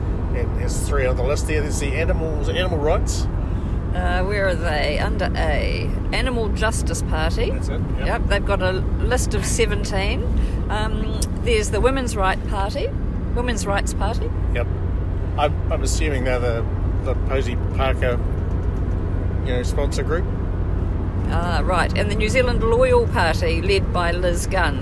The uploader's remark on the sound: This episode is recorded 'on the road' along State Highway 6 between Havelock and Blenheim.